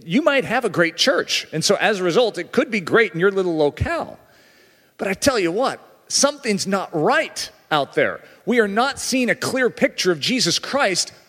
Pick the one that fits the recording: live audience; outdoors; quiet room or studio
live audience